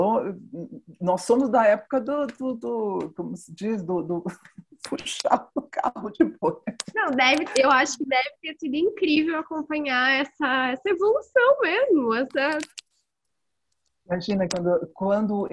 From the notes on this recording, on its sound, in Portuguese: Esta entrevista foi realizada via Zoom e por isso pode conter falhas e ruídos.